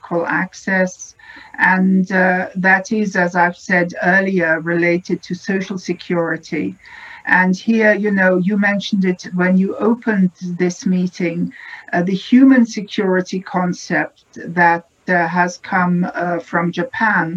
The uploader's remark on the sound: a virtual, world-wide conference